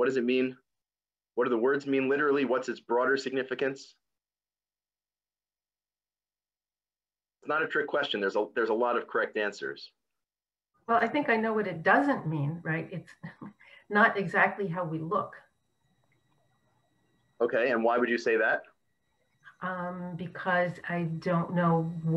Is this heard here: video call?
yes